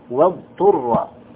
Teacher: الضاد بعدها حرف الطاء، هنا لا بد من إظهارها وبيانها، الضاد عن حرف الطاء، ولا تدغم، فلا يقال اضطر اضطر، لا، لا بد أن تظهر وتبان.